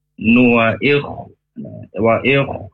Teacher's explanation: kho-nya mendengkur, ya, jangan lupa, jangan sampai menjadi kaf. Ada yang dibaca itu pala kafnya, ya.